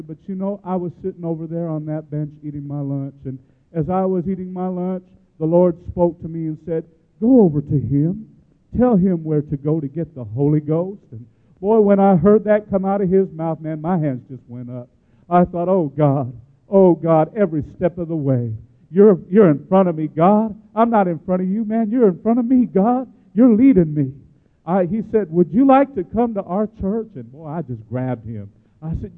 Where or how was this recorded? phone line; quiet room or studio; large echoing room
large echoing room